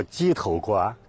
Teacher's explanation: 鸡头的头它是有声调的，是读二声。